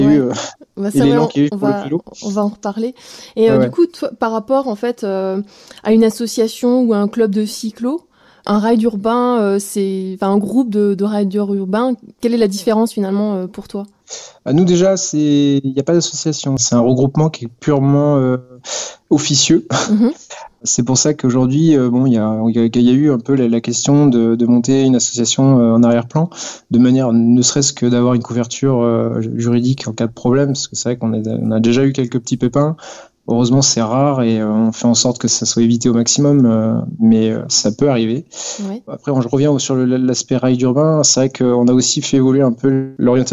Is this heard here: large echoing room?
no